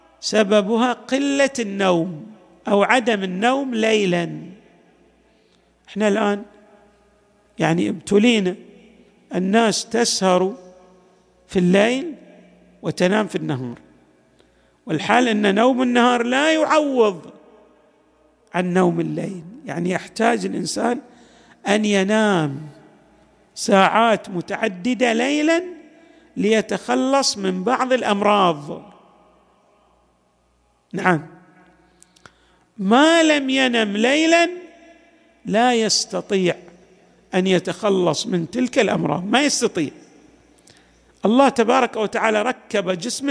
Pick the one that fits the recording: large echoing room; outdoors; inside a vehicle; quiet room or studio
large echoing room